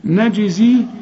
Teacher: نجزي الجيم لازم تعطش وتقلقل